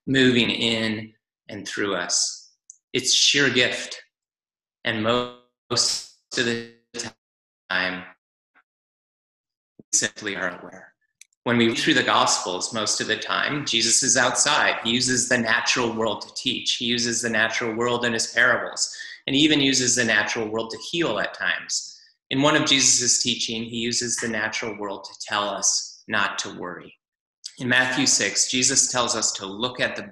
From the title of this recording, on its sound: Zoom Church